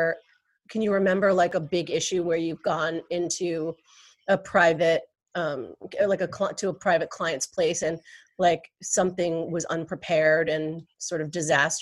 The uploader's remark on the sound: An Instagram Live Podcast